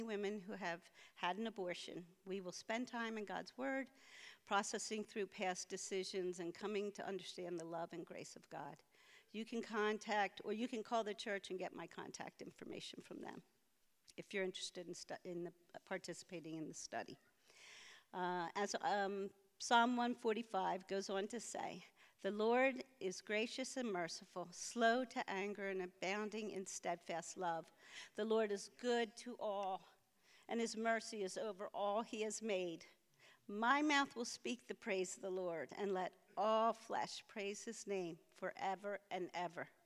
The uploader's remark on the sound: preached this sermon at Covenant Fellowship Church